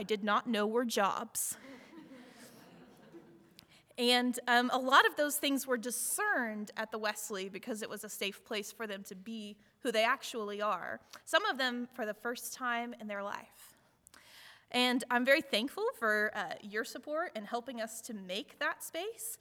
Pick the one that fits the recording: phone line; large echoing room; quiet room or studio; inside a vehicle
large echoing room